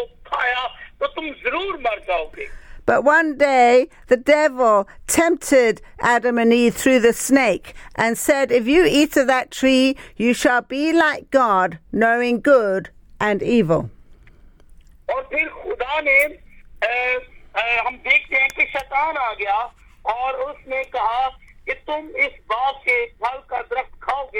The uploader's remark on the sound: speaking via phone to group in Pakistan